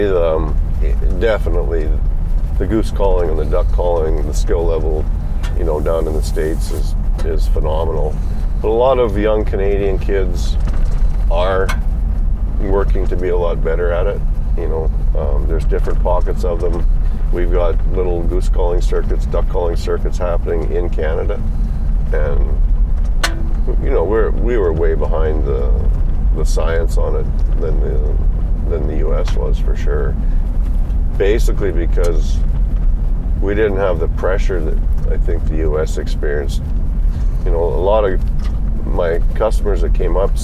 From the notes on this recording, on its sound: The best scenario would be to jump in the Ford truck and record the podcast while we scout, and that’s what we did!